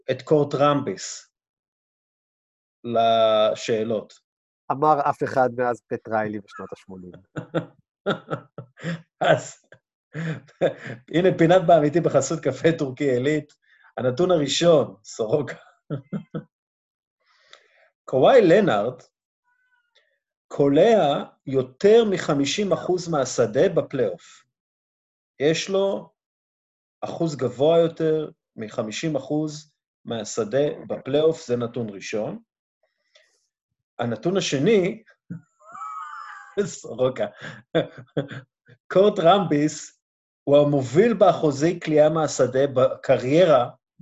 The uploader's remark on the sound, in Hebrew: הפרק הוקלט בתוכנת זום ויש כמה רגעים של סאונד בעייתי.